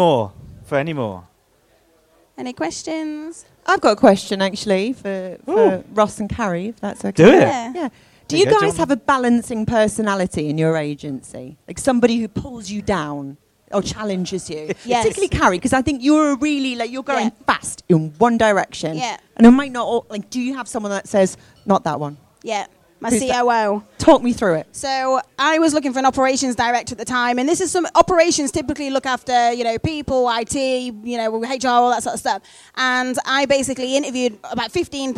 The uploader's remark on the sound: The Live Event in Brighton - The Tempest Inn